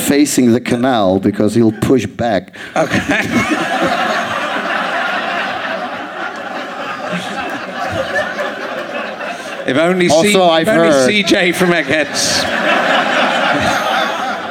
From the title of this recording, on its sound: Leicester Square Theatre Podcast